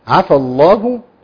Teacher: اللام هنا مغلظه ليه؟ لأن قبلها مفتوح الفاء